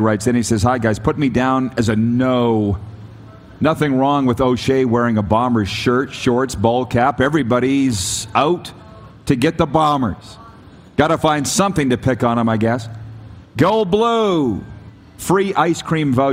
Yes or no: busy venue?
yes